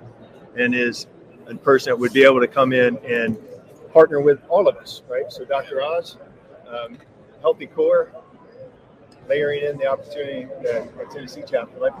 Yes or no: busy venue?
yes